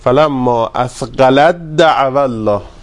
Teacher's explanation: مشدد میخونیم فلما اثقلت دعوا الله از این باب استفاده بله دال و تا چون قریب المخرجن در هم ادغام میشه